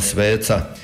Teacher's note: Fonolozi kažu da to c u sveca izgovaramo malo napetije jer nam je u svijesti gubitak toga t, pa se to nekako nadomješta.